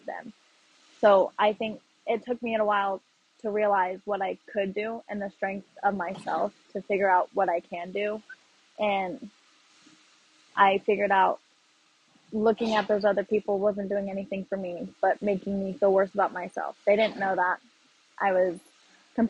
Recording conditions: poor sound quality